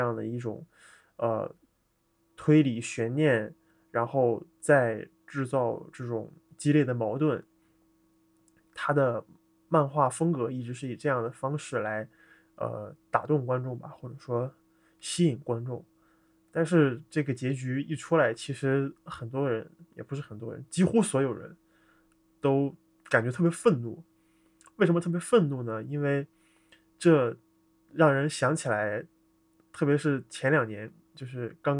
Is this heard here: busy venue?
no